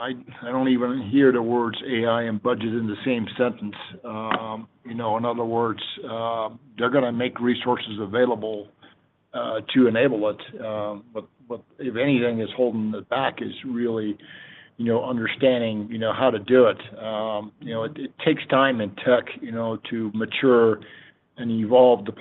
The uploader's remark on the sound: Q3 FY24 Snowflake Earnings Conference Call